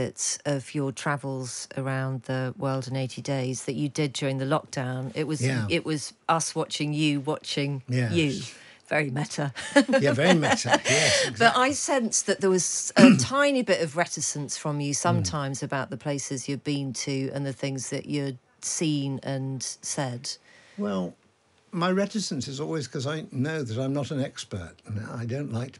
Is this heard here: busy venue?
no